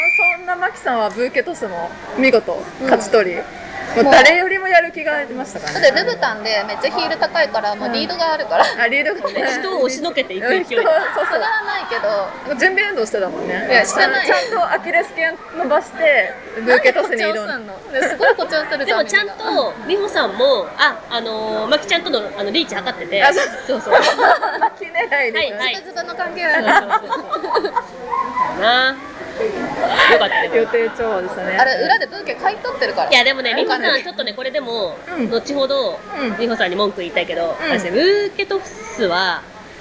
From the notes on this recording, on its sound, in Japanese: 結婚式直後に式場収録。